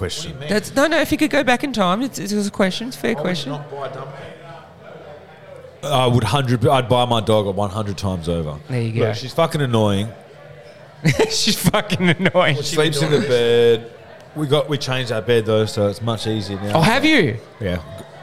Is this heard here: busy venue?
yes